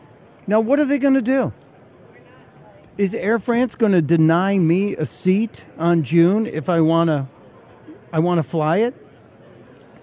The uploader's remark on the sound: Live form Freedom Fest. On The Blaze Radio.